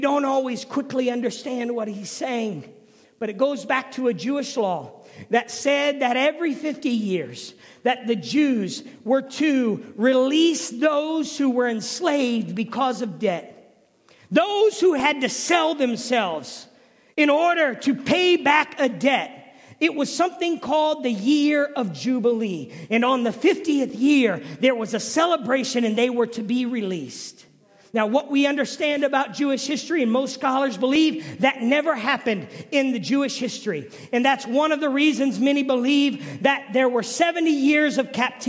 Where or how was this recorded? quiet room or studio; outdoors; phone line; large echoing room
large echoing room